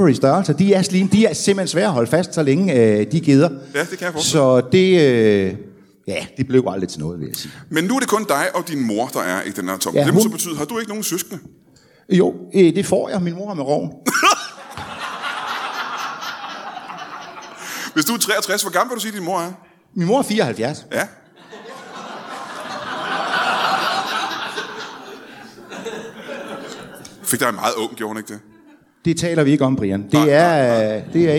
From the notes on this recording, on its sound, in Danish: LIVE fra Anarkist i Odense. Optaget live foran et mesterligt publikum på Anarkist i Odense.